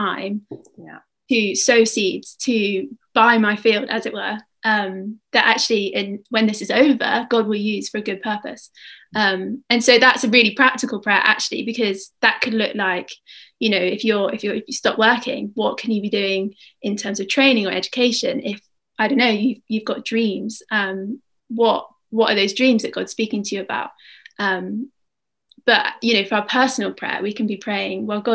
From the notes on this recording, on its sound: We gather again on Zoom